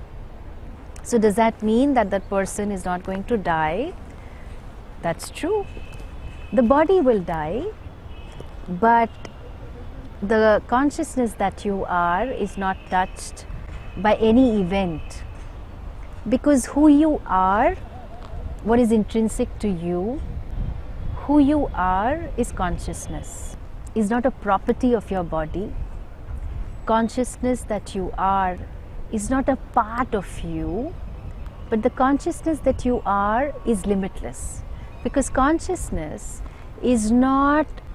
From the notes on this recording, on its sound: recorded on her holy banks in Rishikesh